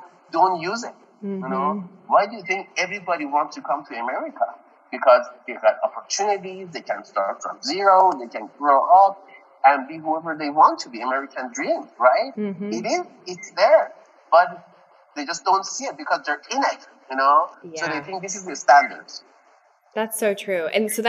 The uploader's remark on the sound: Thanks for your patience on the audio quality - the Rona got it!